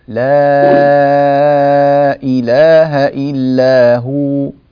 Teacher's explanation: ست حركات على رواية ورش